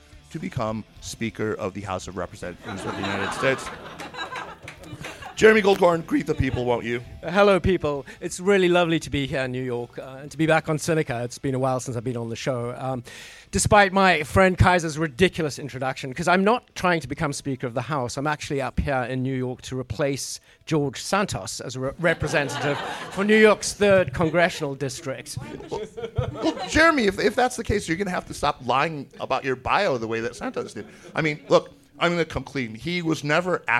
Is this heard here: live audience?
yes